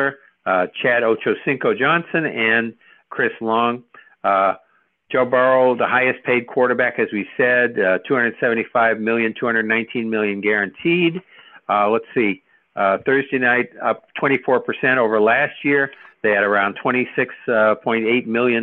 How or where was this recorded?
phone line